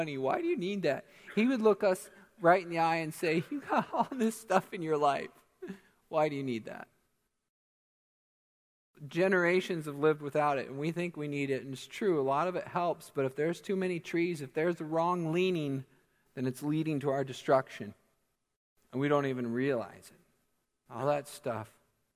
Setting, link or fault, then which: setting, large echoing room